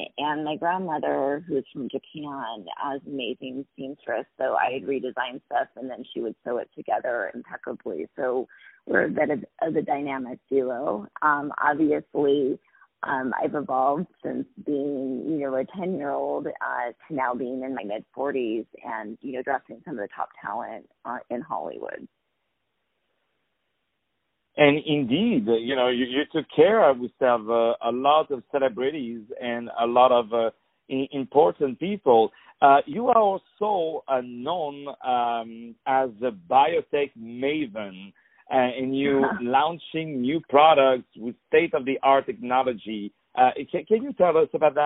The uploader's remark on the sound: On the phone.